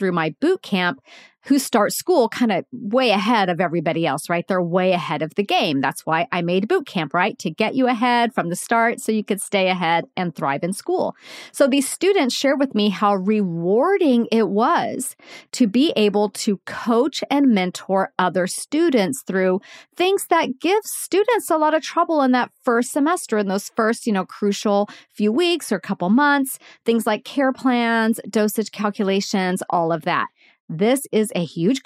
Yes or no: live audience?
no